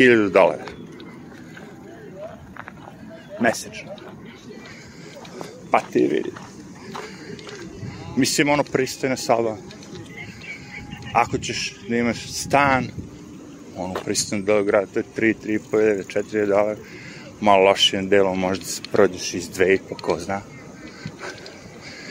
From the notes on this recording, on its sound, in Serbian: Šetnja Centralnim Parkom. Prelazak sa istočne na zapadnu stranu Njujorka kroz park. Jedna od najgorih stvari u Njujorku su sirene ambulanti, policije i vatrogasaca.